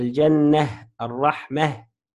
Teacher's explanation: فتبدل من التاء هاء ويوقف عليها ساكنة · Term: تاء التأنيث